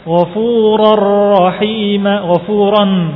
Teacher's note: Ini bagian kedua, idgham bi ghairi gunnah. Ada idgham, ada hukum idgham tapi tanpa gunnah. Kalau yang bagian pertama tadi ada gunnahnya.